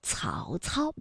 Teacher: 曹操呢是舌尖要抵住上齿背哎去发音的